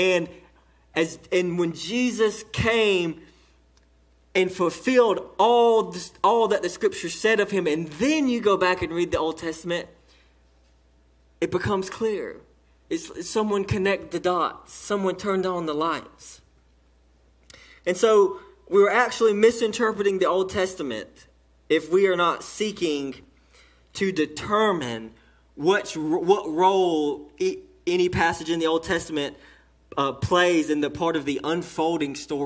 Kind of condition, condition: setting, large echoing room